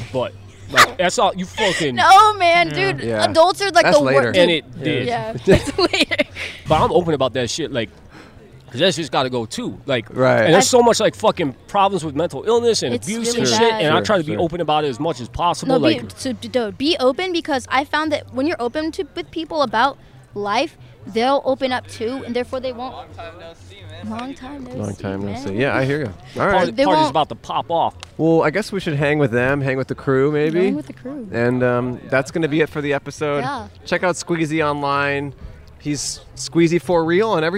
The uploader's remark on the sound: A Portland Street Faire. Recorded on 8/22/21 on SE Hawthorne St in Portland, Oregon.